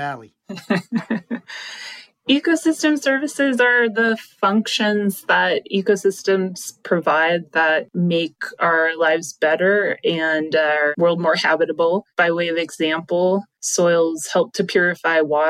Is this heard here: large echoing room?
no